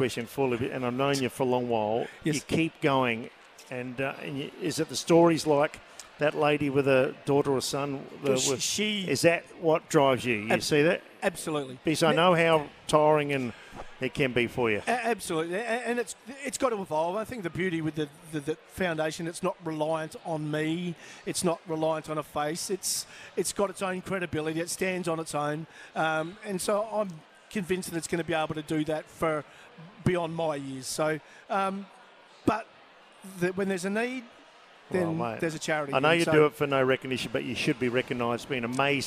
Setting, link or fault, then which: setting, busy venue